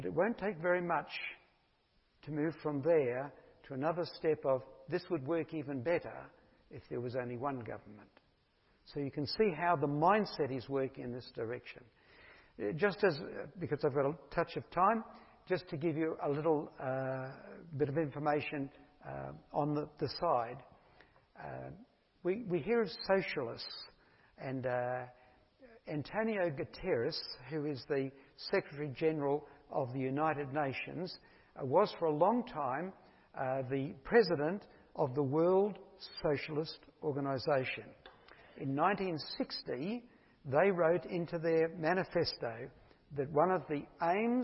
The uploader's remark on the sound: Each week, sermons are recorded for Atherton Tablelands Baptist Church.